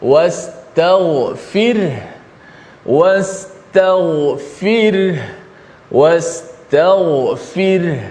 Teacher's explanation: roh mati dalam keadaan nipis, bunyi getaran roh